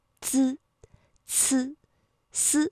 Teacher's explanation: 而如果是滋呢，舌尖抵的是上齿背的位置